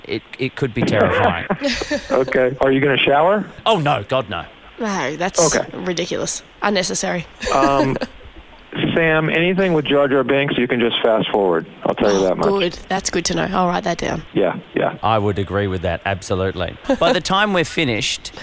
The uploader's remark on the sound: called in to chat